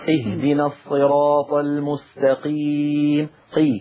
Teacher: أما المستقيم، الخطأ الذي فعله هذا القارئ أنه نقل المخرج من أقصى اللسان مع الحنك اللحمي إلى الأمام قليلا، حيث الحنك العظمي والحنك اللحمي دخل على مخرج الكاف، دخل على مخرج الكاف فغير المعنى كما تفضلتم، المتقين شيء والمتكين شيء آخر.